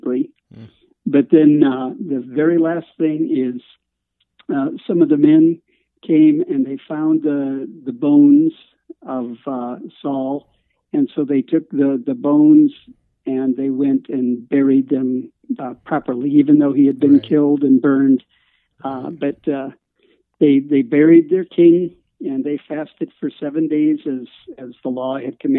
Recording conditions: phone line